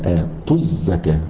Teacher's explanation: مثلا الواو أقيم الصلاة، فأنا ننتقل الميم ونحذف الواو، وآتوا الزكاة، آتوا الزكاة، ننتقل التاء المضمومة وبعدها الزاي على طول، حذفنا الواو لالتقاء الايه الساكنين.